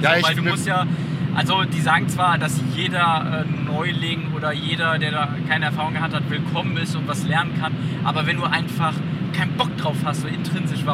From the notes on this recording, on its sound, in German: Die Audioqualität leidet etwas darunter, da wir im Auto auf dem Hin- und Rückweg aufgenommen haben